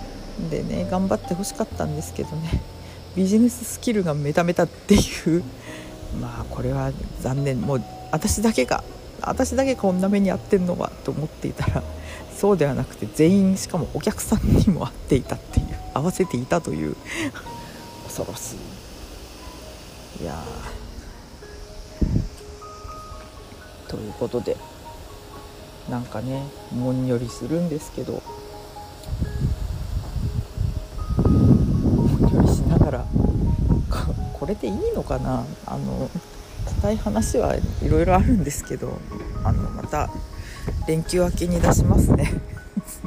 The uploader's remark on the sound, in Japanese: 外収録。外であるだけ。